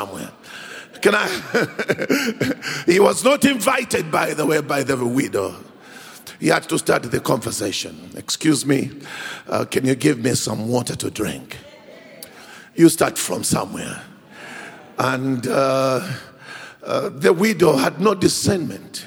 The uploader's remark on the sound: preached at Grace Bible Church Pimville on the 12th of August 2022